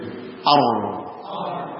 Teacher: Ra sukun sebelumnya fathah tebal, tafkhim.